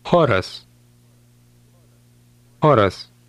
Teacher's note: The letter combination CH in Lithuanian is pronounced like the English letter H, but with more breath.